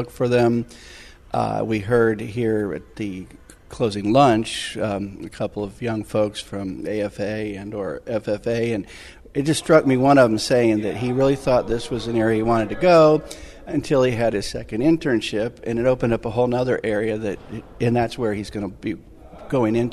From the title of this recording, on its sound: Interviews from ARA Conference & Expo